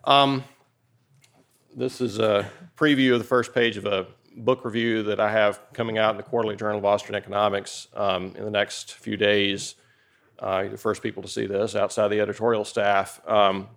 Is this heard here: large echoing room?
yes